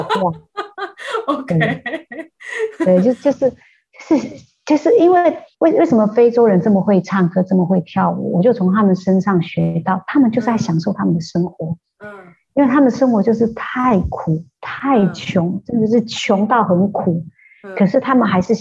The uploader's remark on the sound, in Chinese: 對不起，這集的收音有點差，請大家見諒～